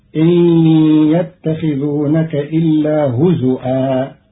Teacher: إن يتخذونك إلا هزوا. قرأ قالون كلمة هزوا بهمز الواو على الأصل في لغة بعض العرب، فتصير إن يتخذونك إلا هزؤا.